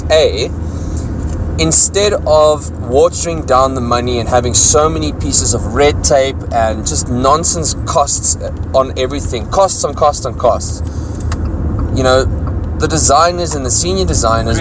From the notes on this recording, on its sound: To experience the gloomy rainy Pretoria. This podcast was recorded in my car please excuse the rain and sound effects. We are on the go impromptu guys!